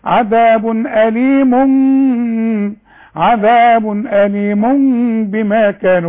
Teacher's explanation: التنوين ده بنقلبه لميم وبعدين بنخفي الميم ونقولها، نقول عذاب أليم عذاب أليم بما كانوا. · Term: إخفاء